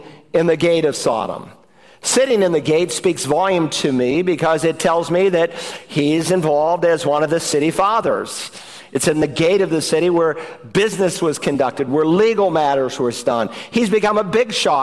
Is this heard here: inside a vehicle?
no